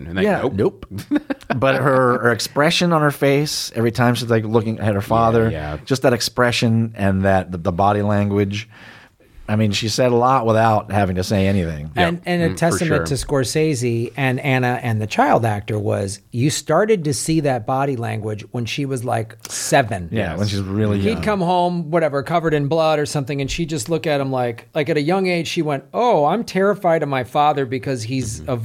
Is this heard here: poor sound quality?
no